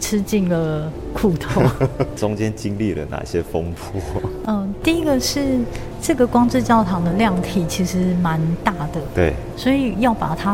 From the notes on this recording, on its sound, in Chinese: 跟著〈忠泰美術館〉總監看「挑戰 安藤忠雄」展。而透過現場訪談，希望讓大家彷彿也身歷其境地逛了一場展覽。